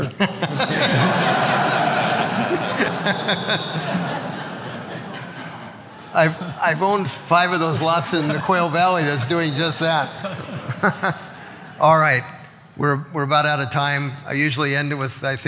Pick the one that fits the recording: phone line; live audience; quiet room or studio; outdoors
live audience